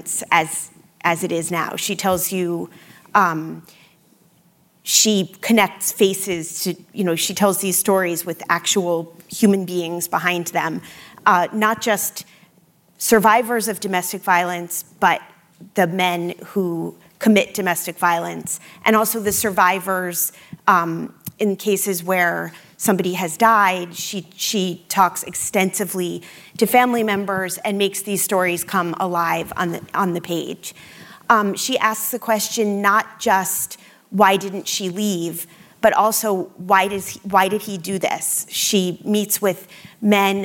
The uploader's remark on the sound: Taped live.